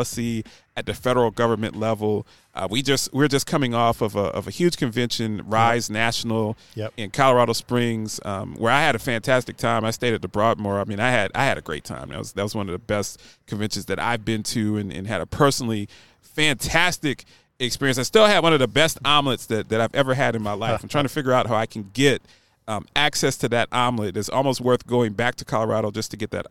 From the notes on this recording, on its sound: Broadcasting from Downton Nashville at the Music City Center at the VIVE Healthcare Tech Conference.